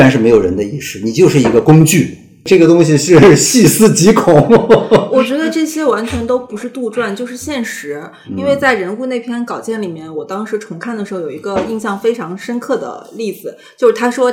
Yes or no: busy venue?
no